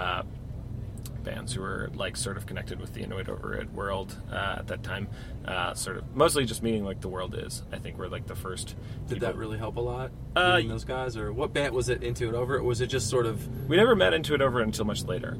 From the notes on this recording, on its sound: Was in NYC on tour and had some time to hang out in the van to chat. You may hear some doors opening/closing, cell phone beeps, sirens.